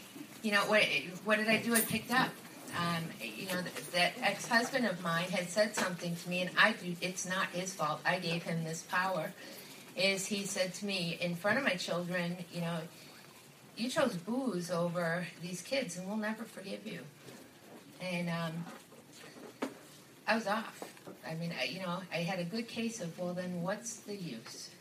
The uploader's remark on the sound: A very close friend of The Bubble Hour was asked to share her story at a 12-Step recovery meeting so we asked her to record it.